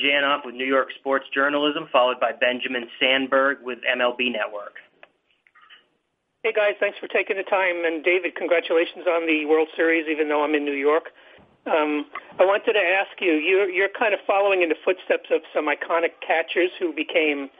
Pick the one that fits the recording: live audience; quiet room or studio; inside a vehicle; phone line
phone line